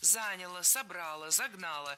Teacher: в среднем роде прошедшего времени окончание не ударяем